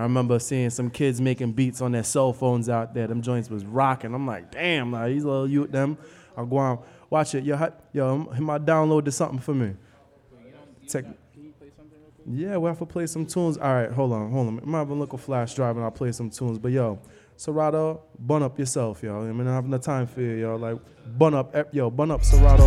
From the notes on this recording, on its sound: Broadcast live on March 7, 2019 from the storefront of Kinfolk 90 in Williamsburg, Brooklyn, New York City. Broadcast live on WAXX.fm.